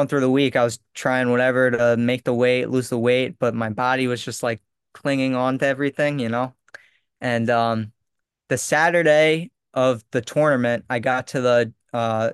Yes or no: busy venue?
no